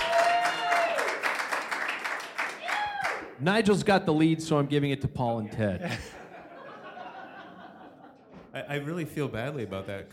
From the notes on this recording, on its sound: Packfiller LIVE. Packfiller is LIVE at River City Brewing in Spokane, Washington.